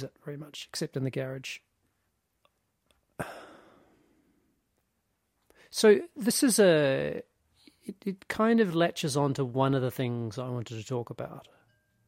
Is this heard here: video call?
no